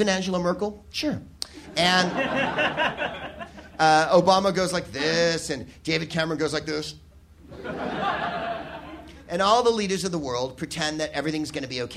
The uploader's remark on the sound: Live from the Soho Theatre in London